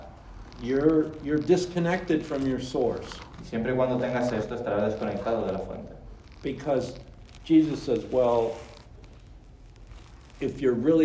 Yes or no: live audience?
yes